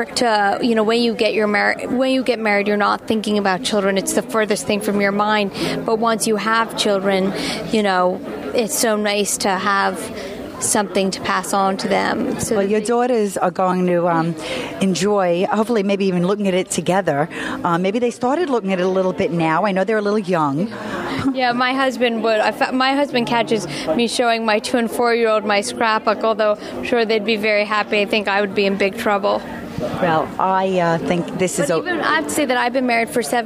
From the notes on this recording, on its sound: Special Edition Meet the Masters on Location at Kate’s Paperie.